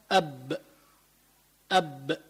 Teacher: لو قلنا أب أب ما بيطلع نفس مع الحرف · Term: حروف الجهر